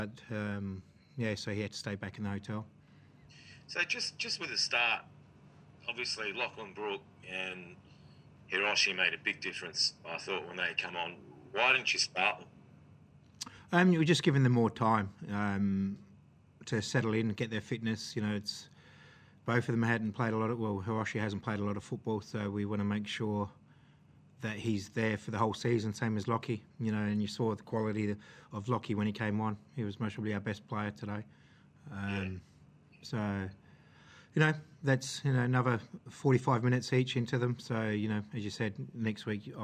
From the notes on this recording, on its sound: Post-match Press Conference. Newcastle Jets v Adelaide United.